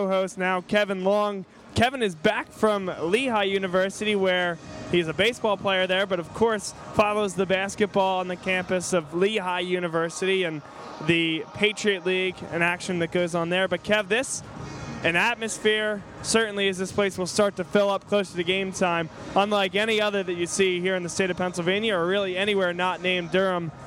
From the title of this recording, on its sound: Live From The Palestra